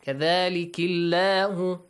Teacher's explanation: the lam in the word Allah will be pronounced lightly